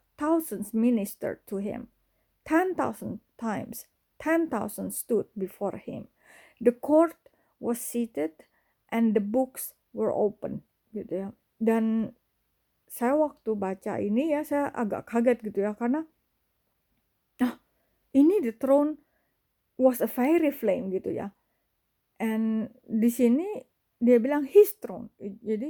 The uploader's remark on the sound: my voice in this recording is probably too low.